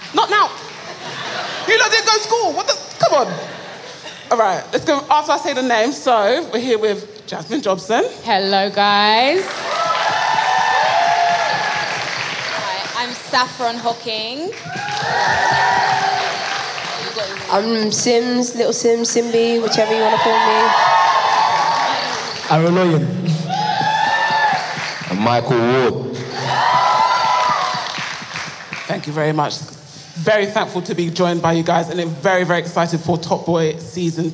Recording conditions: live audience